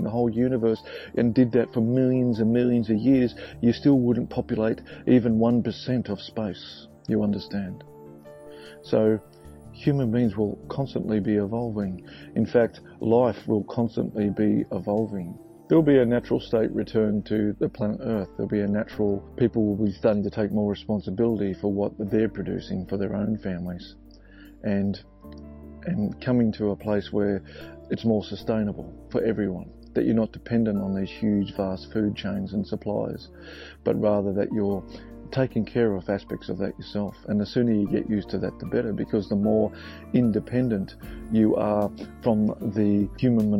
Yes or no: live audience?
no